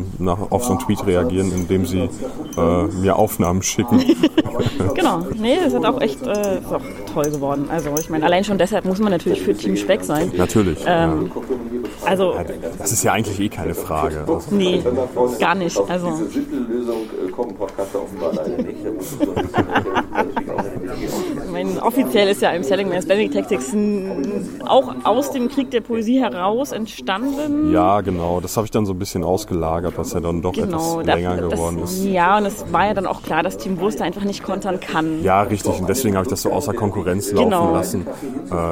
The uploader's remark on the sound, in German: die auf dem Podstock-Festival entstanden ist